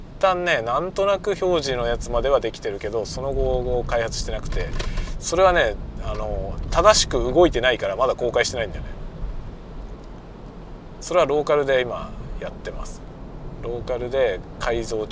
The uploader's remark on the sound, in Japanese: ドライブ雑談 講演の帰り道。運転しながら雑談。出先の学校から自宅へのドライブ。